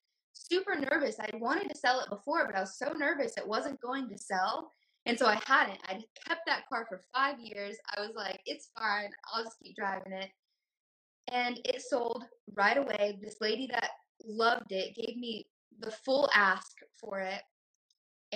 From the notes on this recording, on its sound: Invited me onto her IG Live. The sound is a bit corrupted on the podcast.